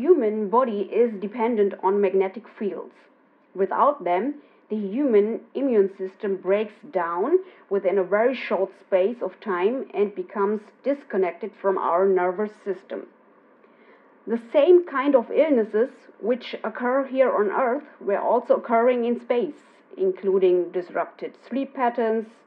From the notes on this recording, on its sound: Joined her by phone from Germany.